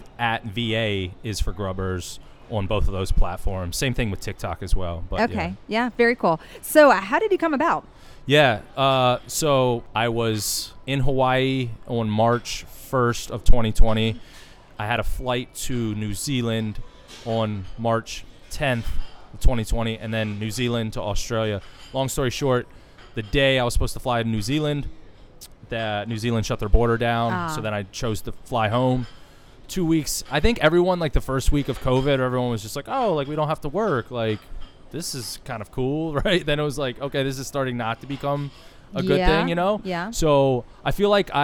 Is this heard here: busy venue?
yes